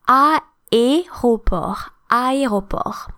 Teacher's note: So I know that's difficult for English speakers who tend to say aéroport, or because we have two vowels and they don't actually blend, you can't combine the A and the E with the acute to form a new sound.